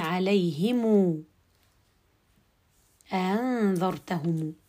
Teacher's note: فإذا مدينا الميم بواو لفظية وكأنها واو مد وأصبحت عندي من قبيل المنفصل · Term: ميم الجمع